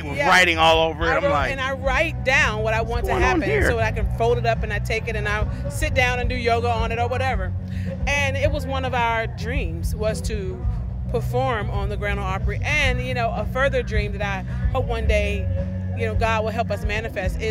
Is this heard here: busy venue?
yes